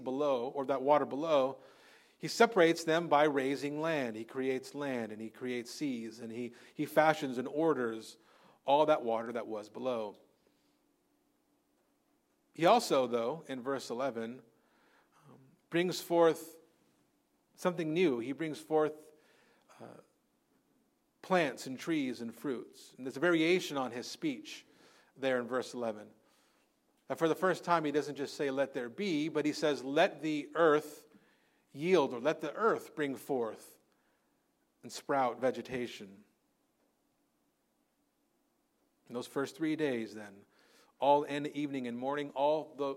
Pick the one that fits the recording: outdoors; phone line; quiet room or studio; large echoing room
large echoing room